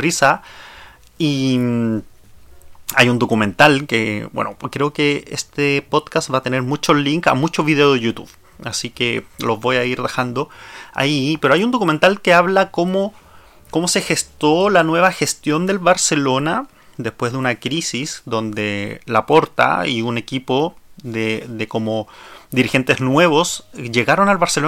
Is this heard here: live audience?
no